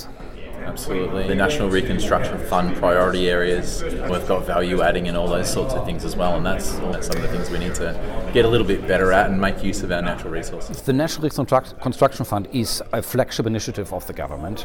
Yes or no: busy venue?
yes